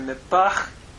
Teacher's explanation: Notice the nun has assimilated into the fi, causing a doubling.